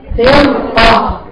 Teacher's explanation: أما كلمة فرقة فالراء فرقة مفخمة قولا واحدا، لأن حرف الاستعلاء بعدها مفتوح